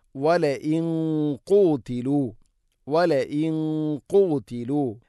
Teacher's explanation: നൂനിനെ അല്പം കനപ്പിക്കണം, കാരണം ഖാഫ് സ്വരഭാരത്തിൽ ഉച്ചരിക്കേണ്ട അക്ഷരമാണ്